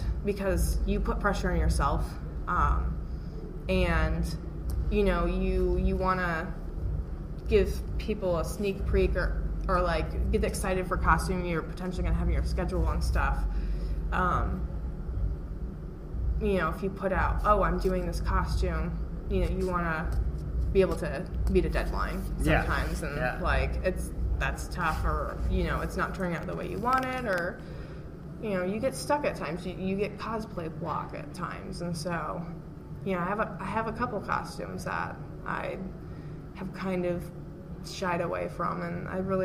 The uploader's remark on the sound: At Planet Comic-Con it was noisy, but I think the audio is just right.